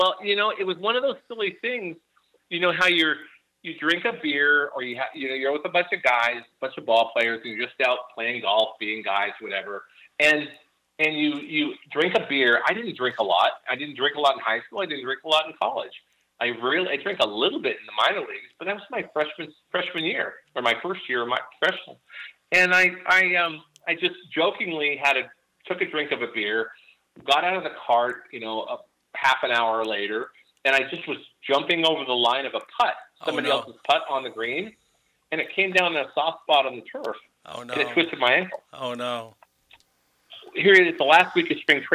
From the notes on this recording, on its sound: calls into the show from Yakima, WA